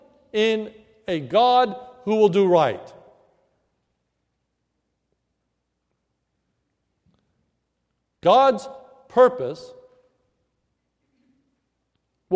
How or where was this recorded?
large echoing room